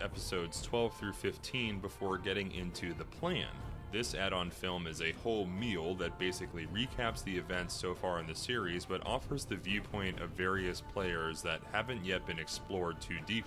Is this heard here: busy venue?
yes